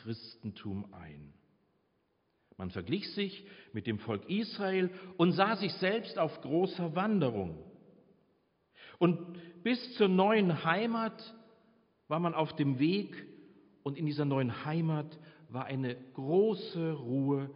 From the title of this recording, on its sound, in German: Predigt Pauluskirche 15.5.2022 - Jazzvesper